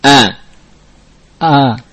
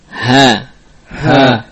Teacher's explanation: Maka al-ha ini juga dari aqsal lisan, aqsal halq, dari pangkal tenggorokan. Namun al-hamzah lebih dalam daripada ha, ya. Ha di atas makhraj hamzah. A adalah huruf yang paling dalam makhrajnya.